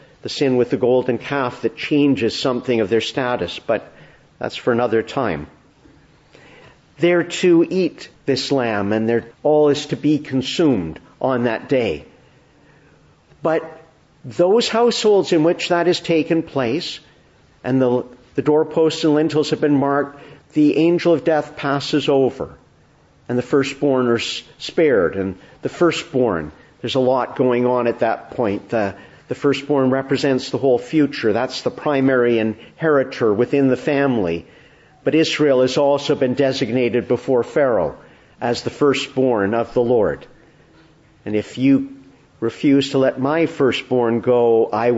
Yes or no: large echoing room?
yes